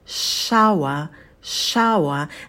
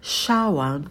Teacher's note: На звуке «ш» у нас кончик языка идет наверх, и затем у нас триптонг «ауа», «ауа», почетче его произносим